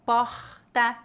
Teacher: O sotaque brasiliense é interessante porque é uma mistura de muitos lugares, um pouco similar ao Rio de Janeiro, como o R aspirado